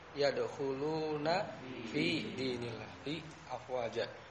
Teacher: Fi yang artinya di dalam itu semua dibaca panjang